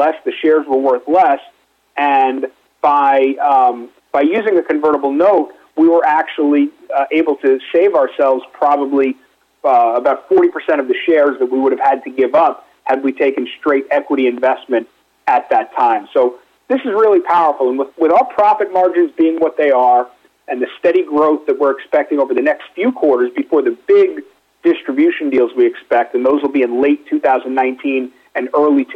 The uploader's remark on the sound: called in to SmallCapVoice